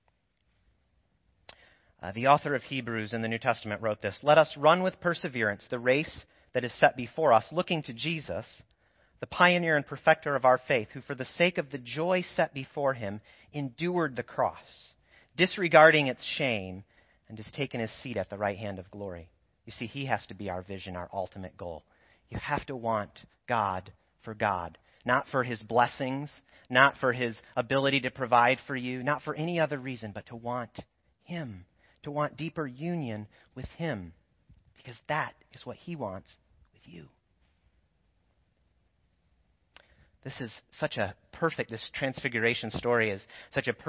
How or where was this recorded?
large echoing room